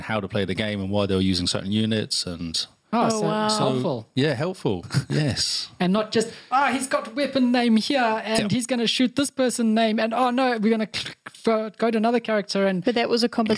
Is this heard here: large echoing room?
no